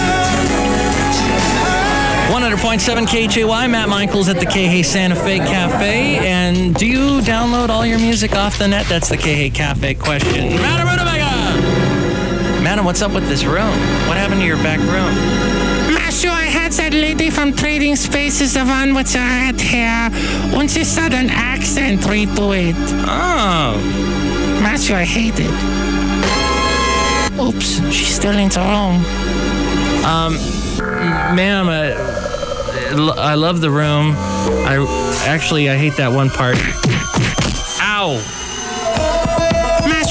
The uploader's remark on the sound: podcasts live from Cafe Anyway